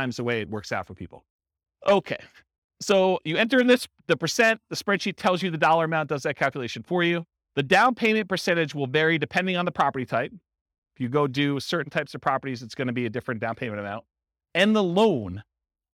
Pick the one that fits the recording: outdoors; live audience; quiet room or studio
live audience